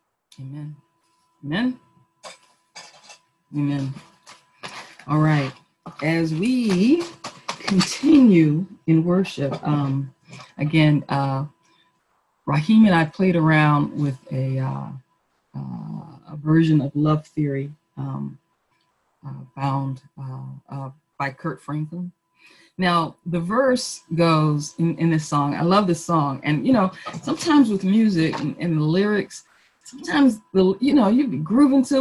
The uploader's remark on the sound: Our zoom streamed service